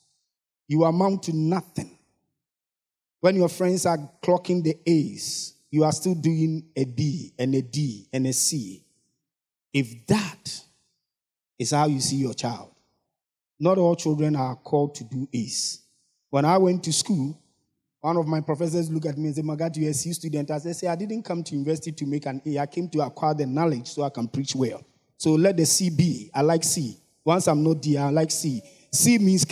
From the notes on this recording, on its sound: Sermon preached at CBC Shiashie Campus